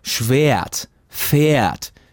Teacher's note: Das E ist wie Ä, wird aber oft sehr gedehnt.